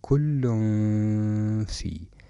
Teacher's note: هنا ينبغي إعطاء إشمام في حالة إخفاء النون الساكنة أو التنوين، يعني نشم النون الساكنة أو التنوين مخرج الحرف الذي يليها حرف الإخفاء هكذا: كل في. لاحظوا كيف أن التنوين اقترب من مخرج الفاء